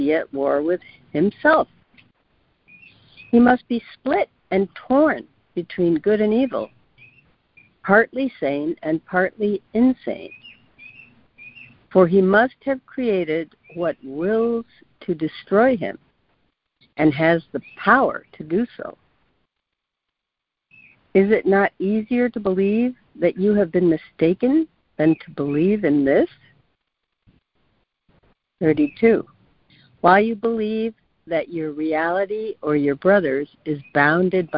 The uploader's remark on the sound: ACIM Daily Conference Call.